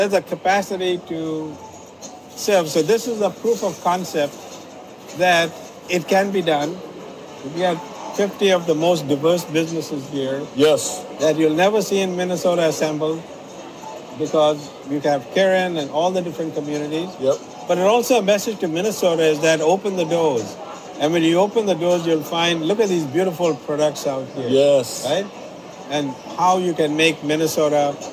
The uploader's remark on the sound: records LIVE on-site at the Minnesota State Fair at the first ever Cultural Destinations booth